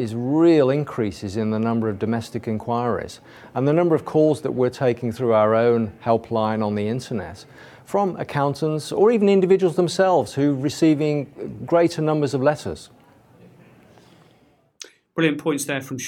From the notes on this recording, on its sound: backstage interviews with our brilliant guest speakers from this year's UK Tax Investigations Conference